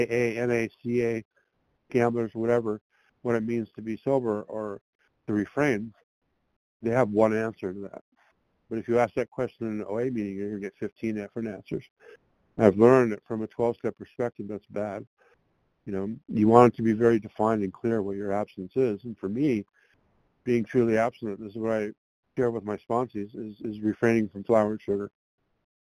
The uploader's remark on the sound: qualification from the 100 Pounders Phone Meeting